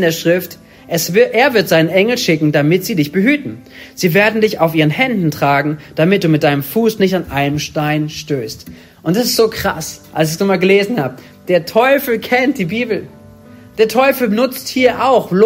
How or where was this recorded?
large echoing room